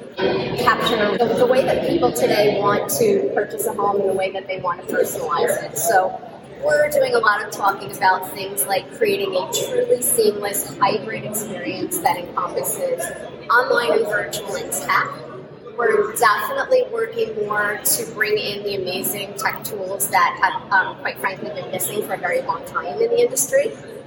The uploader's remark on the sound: Live from Jeff Shore Leadership Summit in Austin, TX